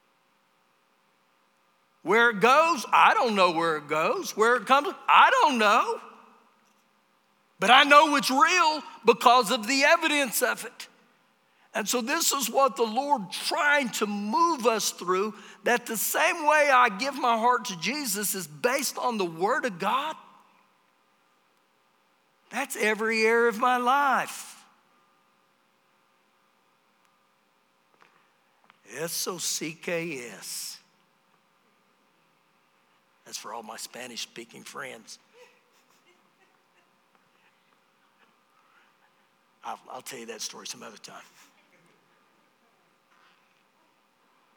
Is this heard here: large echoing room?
yes